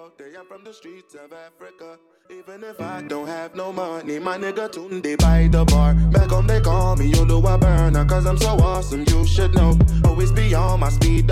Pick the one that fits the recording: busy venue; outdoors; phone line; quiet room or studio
busy venue